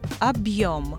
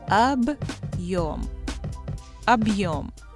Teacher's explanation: It indicates that the preceding consonant is hard. You make a slight break in the word immediately after the consonant it follows. · Term: hard sign